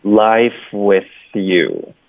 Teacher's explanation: 然后 with 跟 you 也得连读